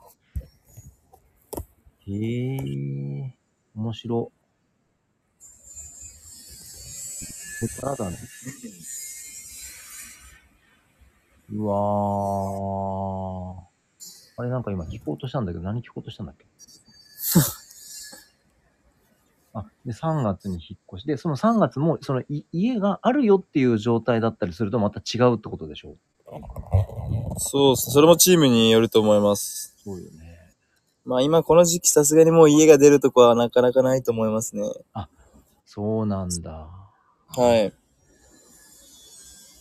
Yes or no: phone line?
no